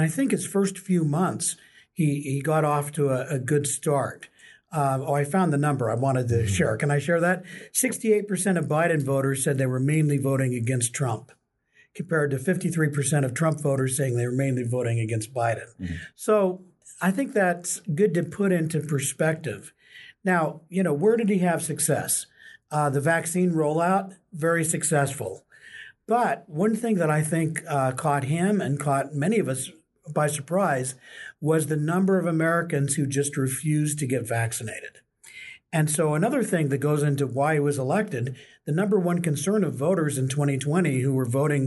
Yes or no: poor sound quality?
no